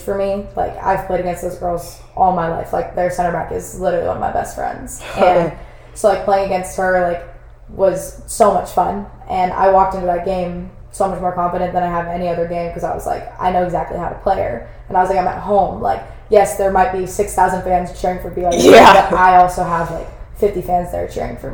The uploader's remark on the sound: I had some technical difficulties with my microphone